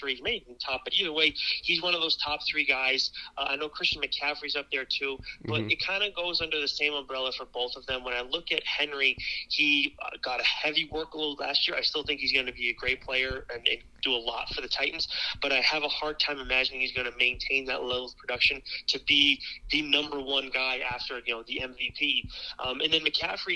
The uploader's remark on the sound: DRAFT KINGS ANALYST CALLS IN!!!